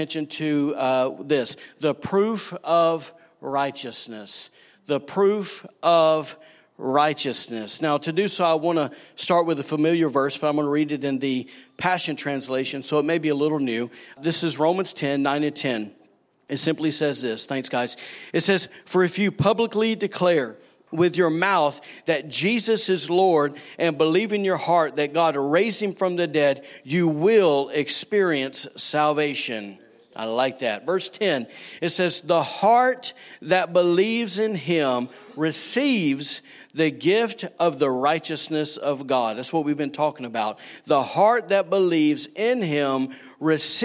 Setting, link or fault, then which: setting, large echoing room